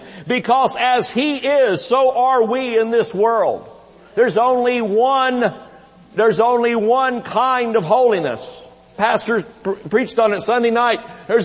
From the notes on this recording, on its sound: IGNITE CONFERENCE. Recorded Live at Shining Light Church.